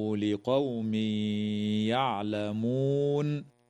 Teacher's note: ويدغم التنوين في الياء مع الغنة